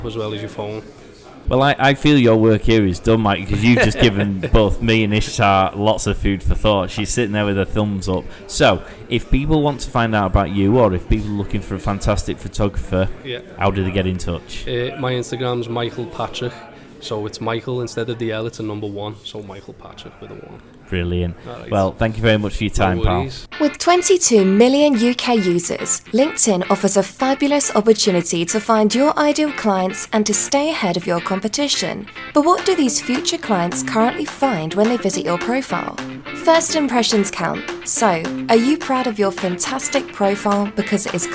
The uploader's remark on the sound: Live at the Liverpool Business Fair the team interview a number of visitors and exhibitors.